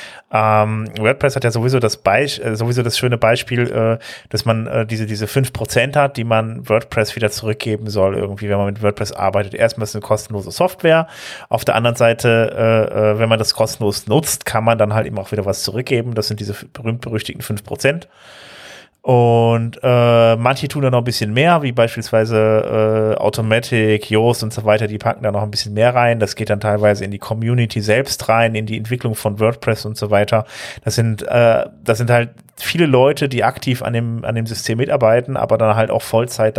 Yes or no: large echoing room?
no